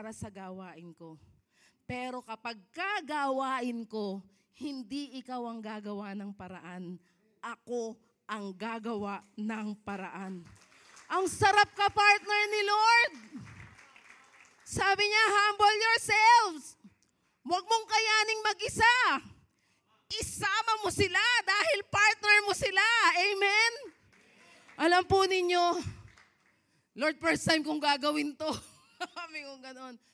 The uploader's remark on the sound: Preached last February 11, 2024 at Grace Testament Church's 5:30pm service.